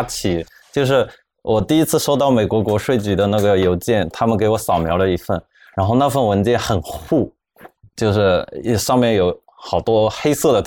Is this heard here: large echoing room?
no